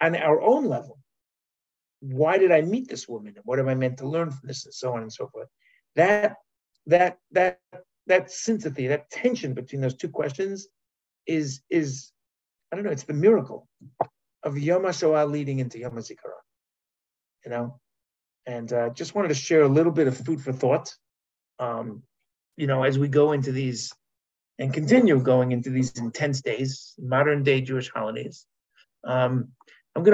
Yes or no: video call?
yes